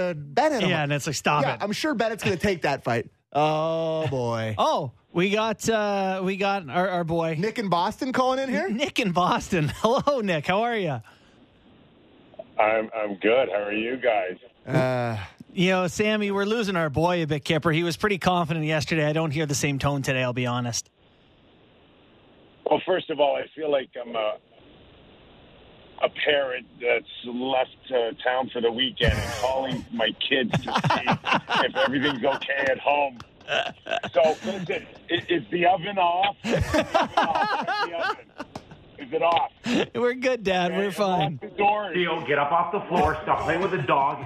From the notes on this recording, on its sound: over the phone